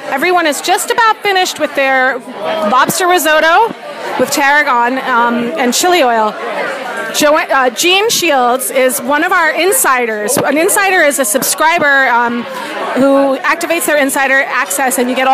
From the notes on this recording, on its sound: Lead a group of lohud readers on a four-course walking feast through downtown Nyack. The lohudfood crawl stopped at 8 North Broadway, Velo Bistro Wine Bar, Wasabi and Patisserie Didier Dumas.